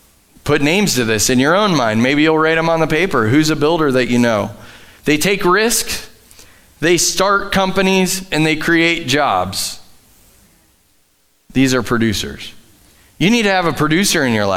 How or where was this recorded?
large echoing room